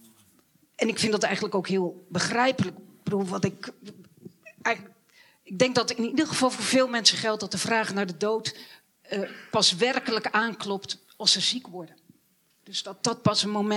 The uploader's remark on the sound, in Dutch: Theater en gesprek tijdens Denkwerk Festival. De Lindenberg. Radboud Reflects en Faculteit der Filosofie, Theologie en Religiewetenschappen van de Radboud Universiteit.